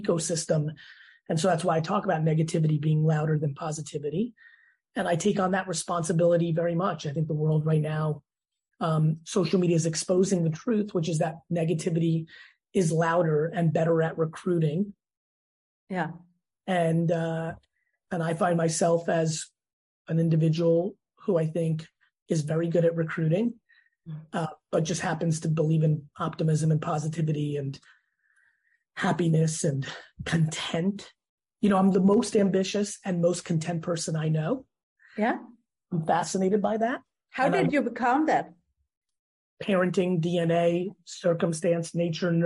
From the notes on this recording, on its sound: sits down on Zoom